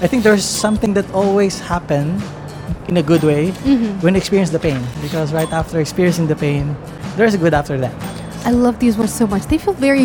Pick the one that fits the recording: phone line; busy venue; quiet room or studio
busy venue